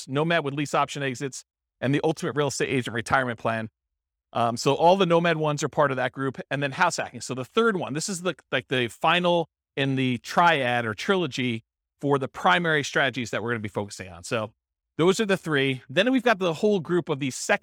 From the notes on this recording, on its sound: This was a live class recorded.